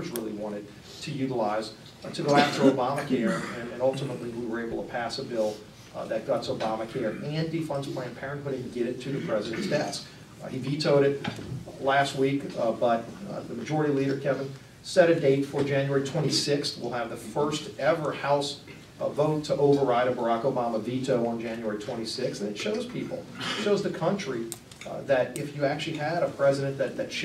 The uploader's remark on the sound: WASHINGTON, DC. Appeared before a luncheon meeting of The Ripon Society.